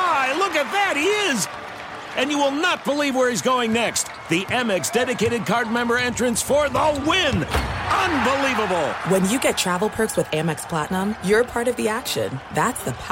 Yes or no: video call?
no